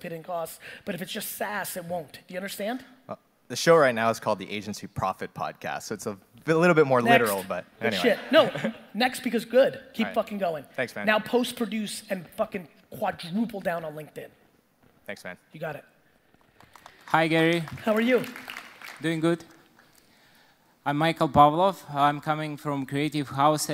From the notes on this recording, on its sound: Today's episode is a throwback keynote! I use the majority of the time to provide the audience as much value as possible with a 50 minute Q&A around business strategy in 2020.